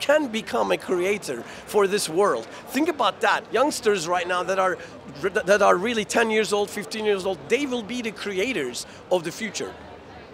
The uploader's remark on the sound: Live from GITEX in Dubai.